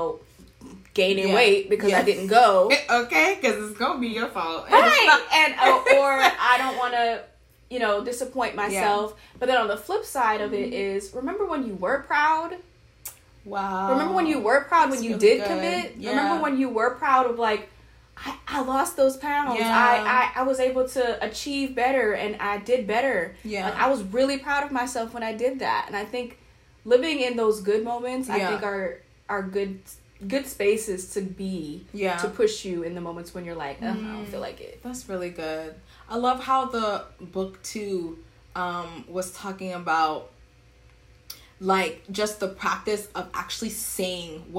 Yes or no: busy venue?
no